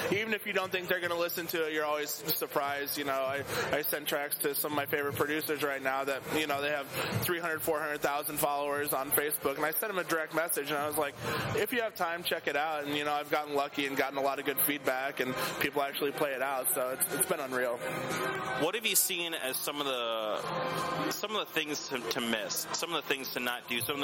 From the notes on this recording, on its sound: In an interview on the Spring Awakening Music Festival grounds. Recorded at the same three day fest.